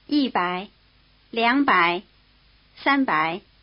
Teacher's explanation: Notice that the low tone of bai triggers some tone changes in the numbers which occur before it. The high tone of yi changes to falling tone, and the low tone of liang changes to rising tone.